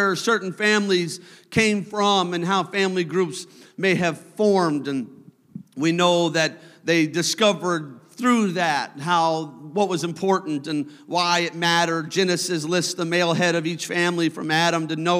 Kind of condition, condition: setting, large echoing room